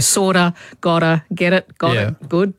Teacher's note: It's sometimes called flapping or tapping, and it happens whenever a T is flanked by vowel sounds.